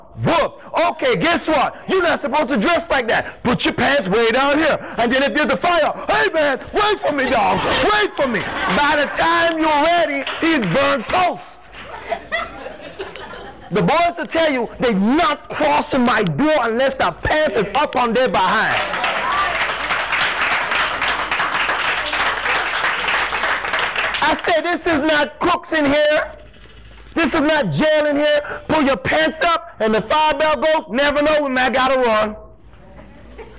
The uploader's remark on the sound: talks to an audience of Educators, Students, parents and administrators